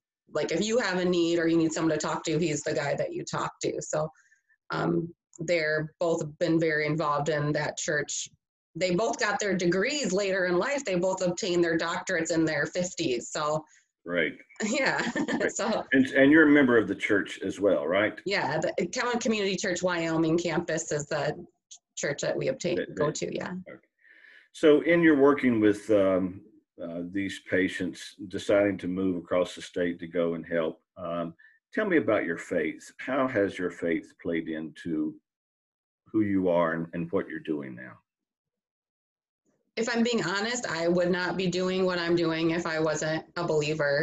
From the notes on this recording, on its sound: Virtual chapel series "Zooming in on Hope" with a Zoom conversation.